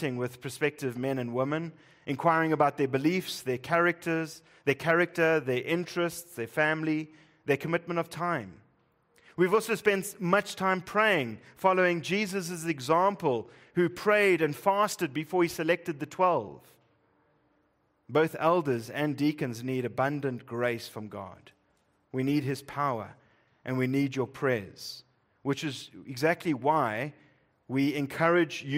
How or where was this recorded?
large echoing room